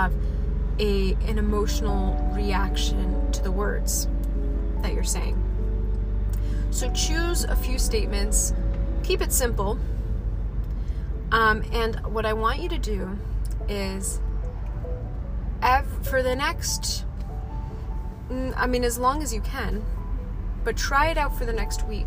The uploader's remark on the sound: Raw, Unedited, Unfiltered Wisdom shared with you from my car.